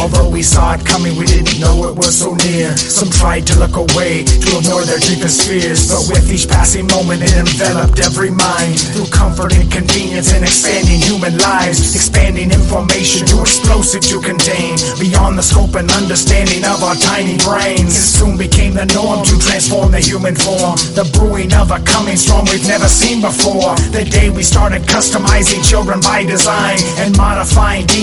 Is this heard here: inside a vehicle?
no